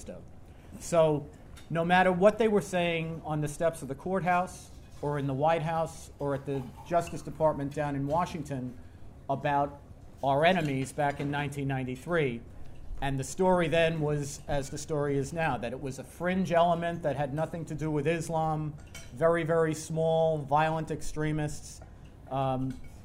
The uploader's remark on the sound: remarks at TNC's board dinner